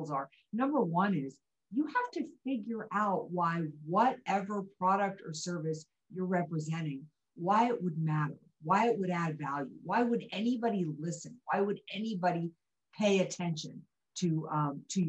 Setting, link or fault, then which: link, video call